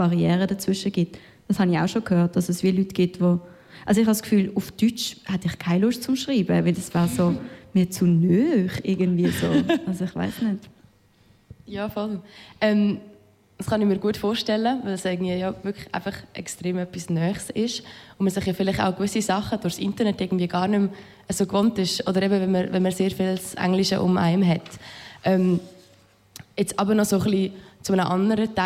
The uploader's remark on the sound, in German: Sind wir nicht nur auf Kanal K live gegangen, sondern durften in der Bar im Stall vor einem Live-Publikum podcasten. Die Kirsche auf der Torte: Das abschliessende Live-Set.